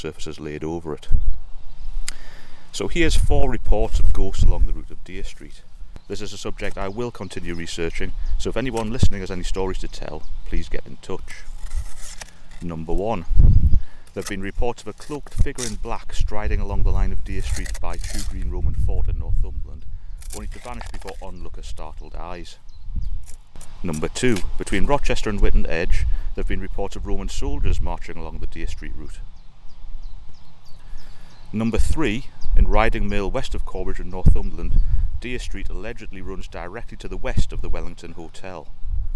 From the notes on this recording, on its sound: Then we move on to a small collection of alleged paranormal sightings along the length of Dere Street Roman Road (recorded while actually excavating part of the road).